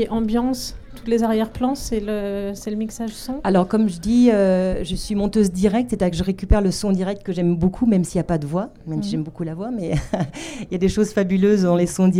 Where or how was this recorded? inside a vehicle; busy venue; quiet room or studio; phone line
busy venue